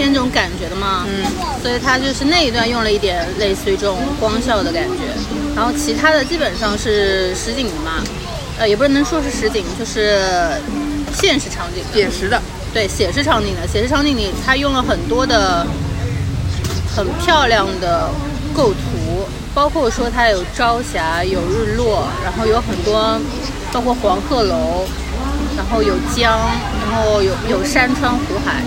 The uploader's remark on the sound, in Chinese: 本次录制花费：露营烤肉